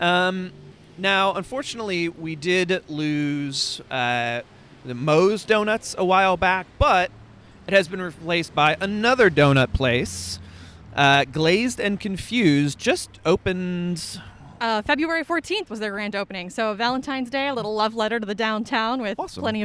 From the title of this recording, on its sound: Old Town Winchester Walking Tour